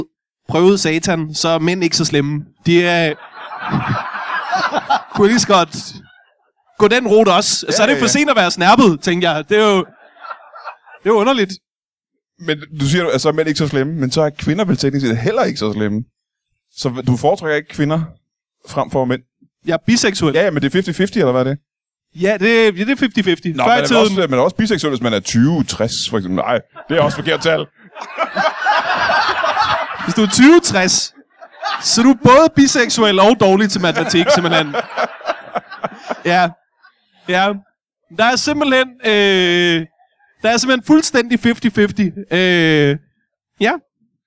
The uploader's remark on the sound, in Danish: LIVE fra Vanløse